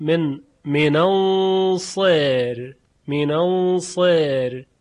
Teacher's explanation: در وقف را ساکنه و ترقیق میشه به لحاظ امالهی که هست